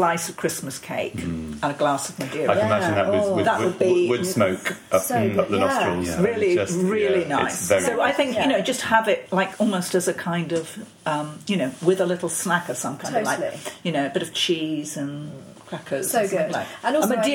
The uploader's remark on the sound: Recorded during the 2018 Padstow Christmas Festival